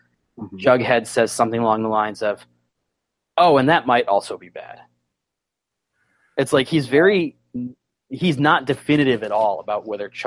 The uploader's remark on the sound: There were some sound quality issues relating to slow connectivity (thanks, East Coast snowy weather!).